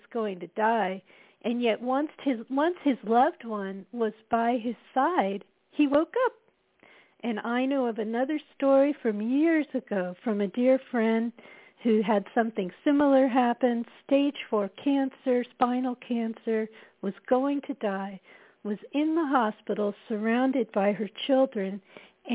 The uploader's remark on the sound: spontanously joins by phone for quite a wide ranging exploration.